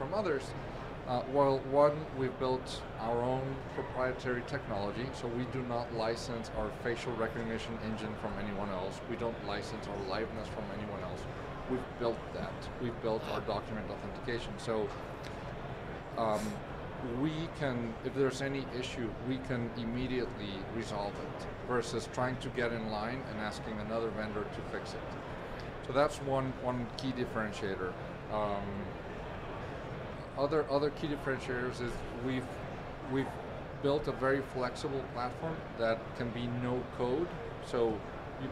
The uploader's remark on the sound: Recorded at Money 20/20 in October 2022